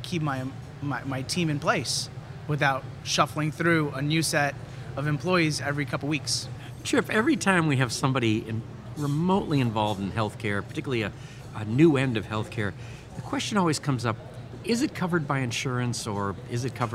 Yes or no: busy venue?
yes